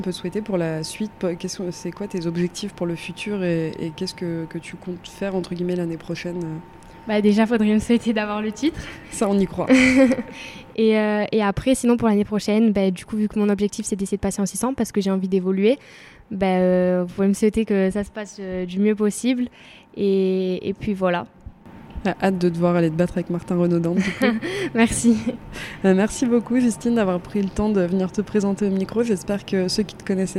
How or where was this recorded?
busy venue